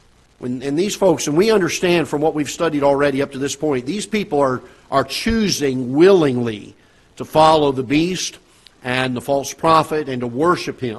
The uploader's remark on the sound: Ketha Heights Baptist Church ~ Live Broadcast